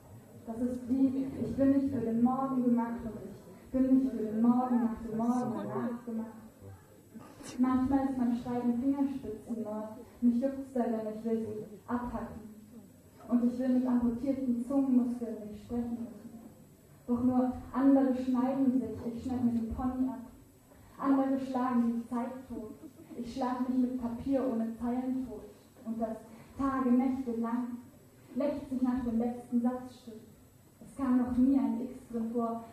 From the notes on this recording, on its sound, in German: Aufnahme von der Leipziger Buchmesse, live